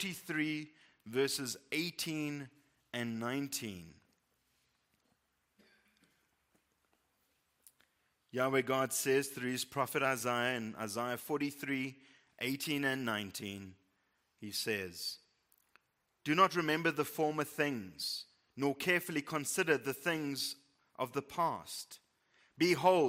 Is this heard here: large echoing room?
yes